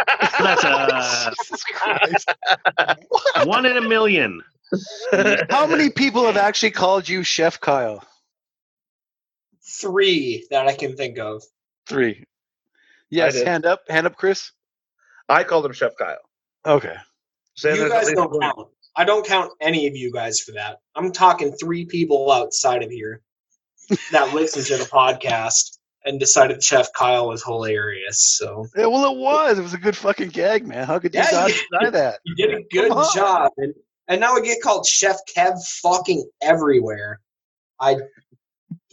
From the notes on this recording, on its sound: Our first ever try with doing the podcast via Zoom Meeting, and it was kinda weird, but enjoyable!